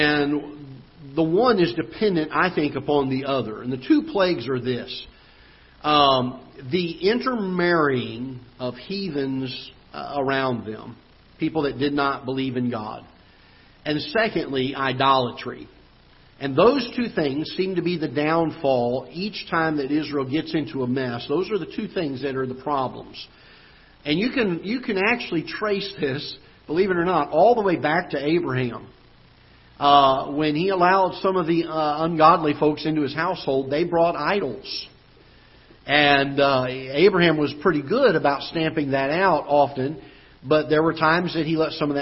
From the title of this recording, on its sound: Ketha Heights Baptist Church ~ Live Broadcast